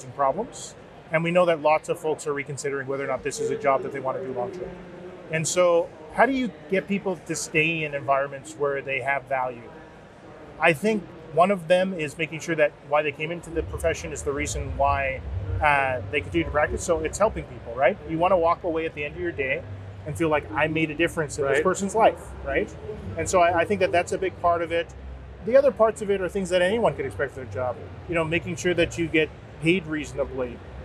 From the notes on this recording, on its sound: at the 2023 Collision Conference held in Toronto